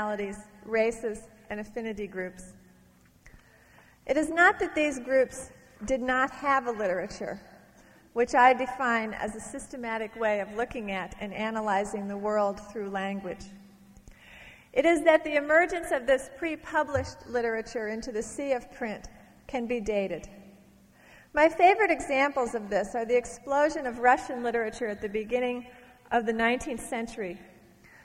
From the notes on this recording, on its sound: from a Portland Arts & Lectures event in 1991